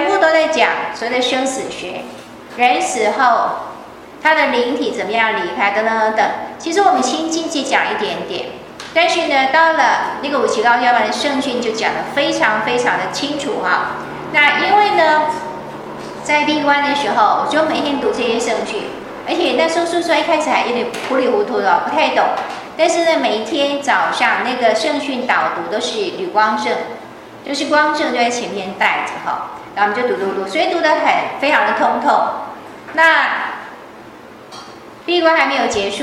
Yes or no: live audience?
yes